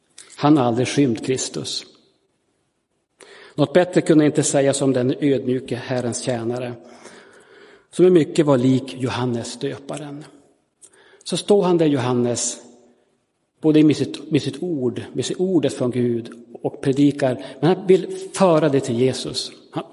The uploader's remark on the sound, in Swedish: Inspelad i Roseniuskyrkan den 11 december 2022.